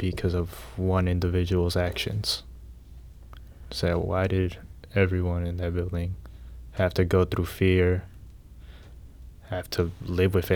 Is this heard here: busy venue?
no